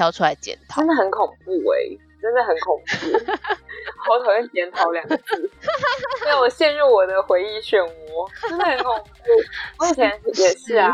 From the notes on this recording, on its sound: Call-in. 結果吧台旁坐了一堆長鼻子孩子等看秀XDD.